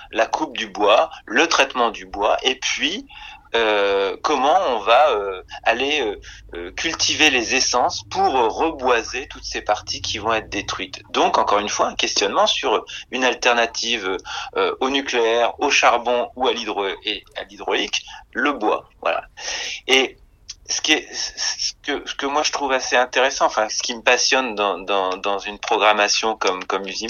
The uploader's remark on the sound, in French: Enregistrement réalisé par téléphone, entre Paris et Clermont-de-l’Oise.